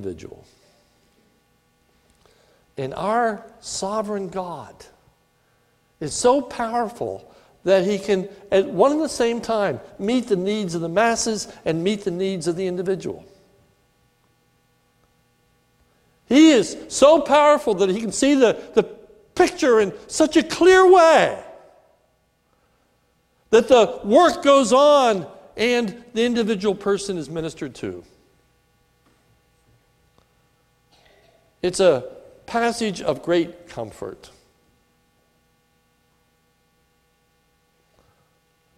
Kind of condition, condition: setting, large echoing room